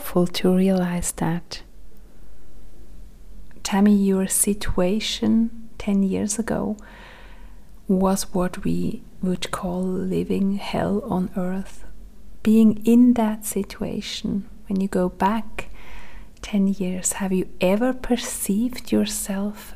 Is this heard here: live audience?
no